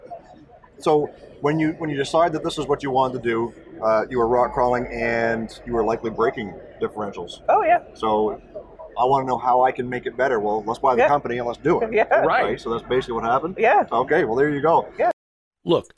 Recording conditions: busy venue